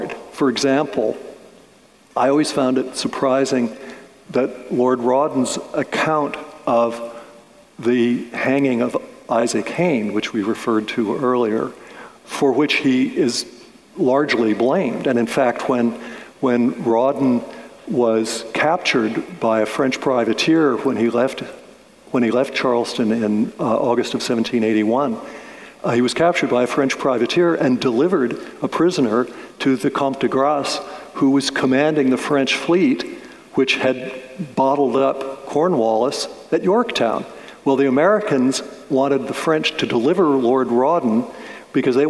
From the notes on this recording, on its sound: a conversation recorded before an audience, live as well as virtual, at the Charleston Literary Festival in November of 2021.